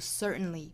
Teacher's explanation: 把里面的一个爆破音给略掉了，直接发鼻音了